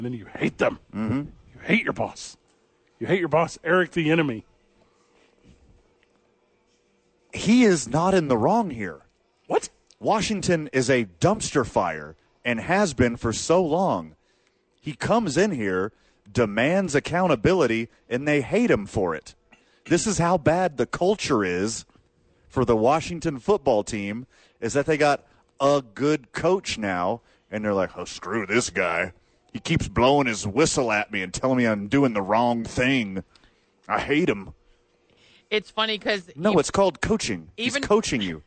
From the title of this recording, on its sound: Live at the Dukes Store